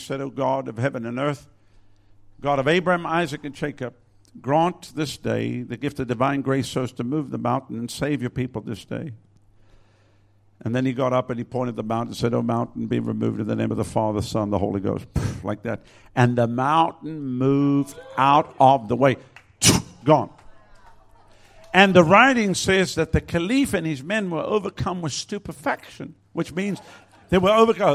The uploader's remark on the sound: Recorded at Lifepoint Chruch, Adelaide, South Australia.